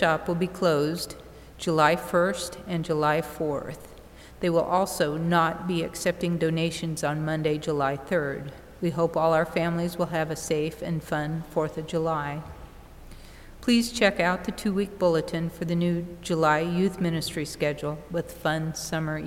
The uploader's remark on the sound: From Holy Spirit Catholic Church in Creston Iowa.